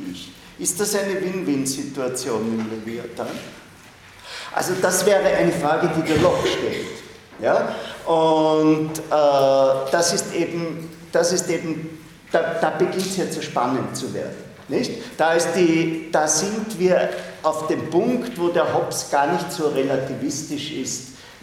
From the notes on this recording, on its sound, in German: Diese Vorlesung wurde von Studierenden aufgenommen